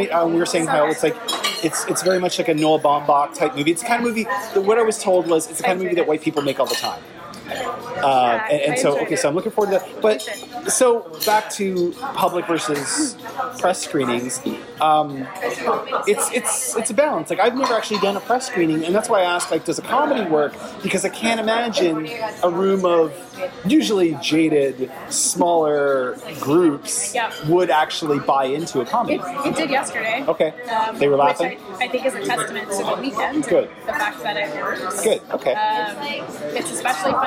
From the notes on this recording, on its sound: Apologies in advance as the cafe was a teeny bit louder on-mic than it seemed in-person, but I believe the show isn’t inaudible in any way.